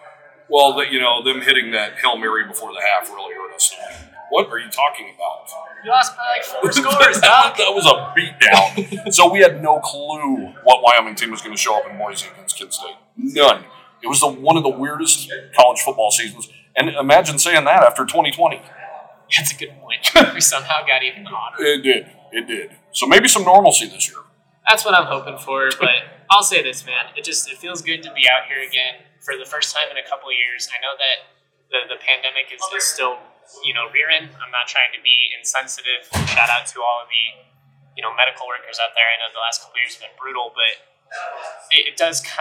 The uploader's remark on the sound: Live from Mountain West Media Days